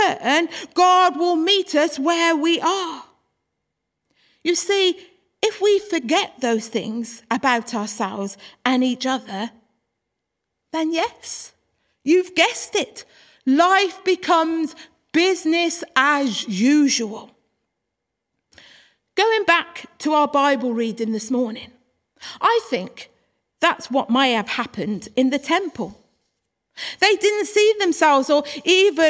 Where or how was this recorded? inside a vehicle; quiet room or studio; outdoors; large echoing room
large echoing room